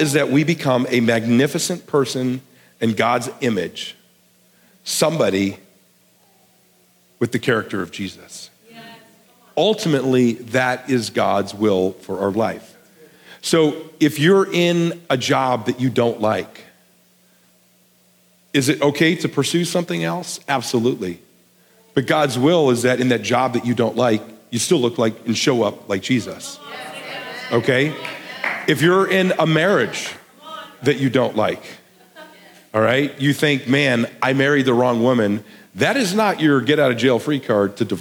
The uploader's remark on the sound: a sermon he delivered at The Garden Church in Bakersfield, CA